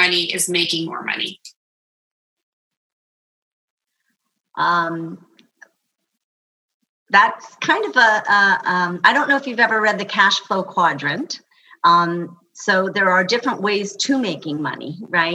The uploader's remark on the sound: Recorded live via Zoom with the Gather Women community.